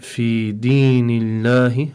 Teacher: before Lafdul Jalala, we have a kasr, so the lamb for Lafdul Jalala over here, we apply tarqiq